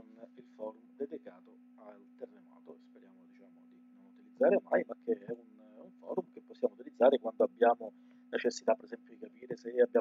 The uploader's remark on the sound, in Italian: registrato con un audio pessimo